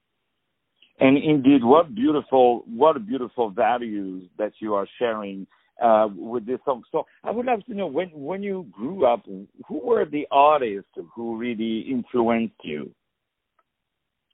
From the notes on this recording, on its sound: On the phone